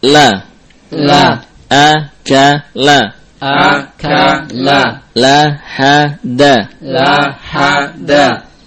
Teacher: Lam dibaca dengan mustafilah atau muraqqaqah, tipis.